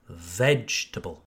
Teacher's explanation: In the word vegetable, you emphasize the first syllable